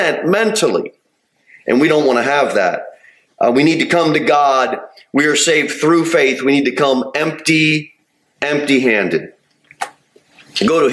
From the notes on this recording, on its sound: Sermon delivered at Pilgrim Baptist Church on Sunday, September 17, 2023, at 2:15 pm. Jere Whitson Rd.